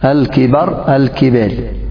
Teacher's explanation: أمثلة من الكبر، الآن أصلها الكبر كبر، تمال فتحة الباء لأن وقعت قبل الراء مكسورة